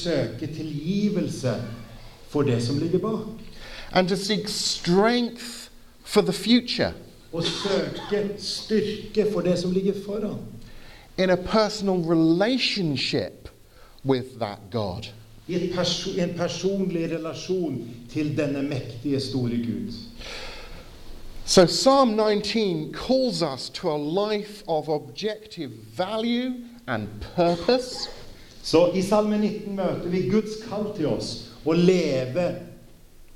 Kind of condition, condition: setting, large echoing room